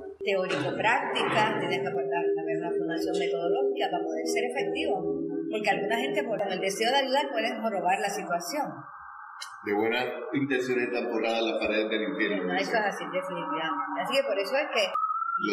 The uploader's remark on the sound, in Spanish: Estas conversaciones fueron grabadas en el salón de vitrales en el museo de la historia de Ponce.